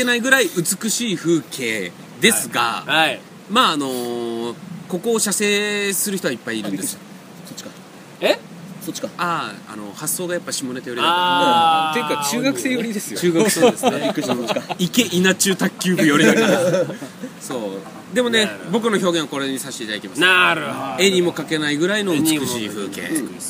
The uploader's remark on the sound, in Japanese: 酔っ払い達のアウトドア収録